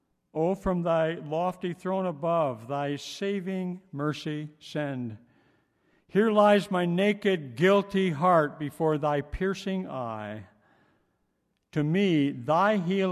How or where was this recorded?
large echoing room